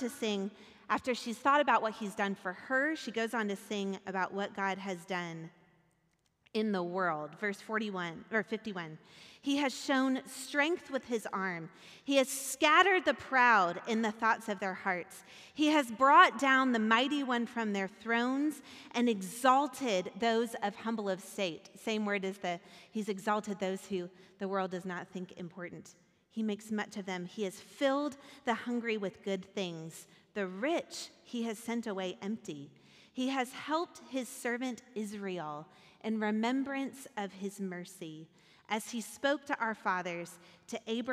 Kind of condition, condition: setting, large echoing room